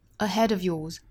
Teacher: Yours 这个词注意发 or 这个长元音